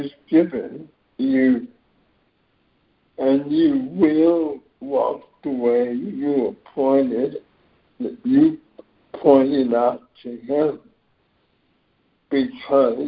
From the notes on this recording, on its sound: ACIM Daily Conference Call.